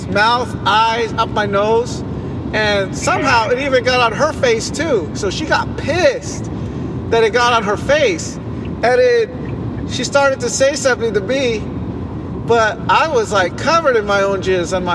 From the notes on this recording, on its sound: Live drive. While driving to tijuana.